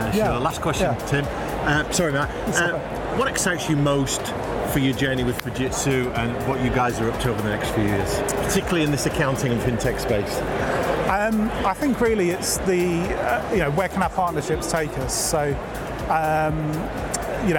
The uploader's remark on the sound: Live from Europe's Biggest Event 'Accountex'. Continues with a series of live interviews from Accountex 2022 in London recently. Enjoy the live buzz of the event!